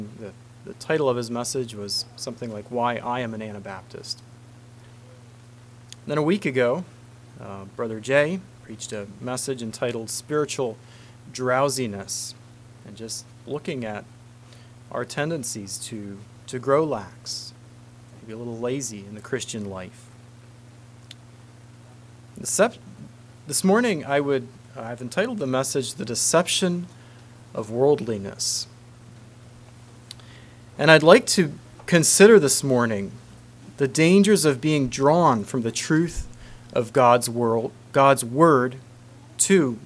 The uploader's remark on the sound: Message preached at Word Of Hope